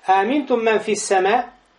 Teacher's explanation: Называется маддун муттасилун ваджибун. Долгота слитная, обязательная. Арба харакят, 4 огласовки. Или хамса харакят, 5 огласовок. Или, как называли первые ученые, первых поколений, значит, алифан, 2 алифа. · Term: меддун муттасиль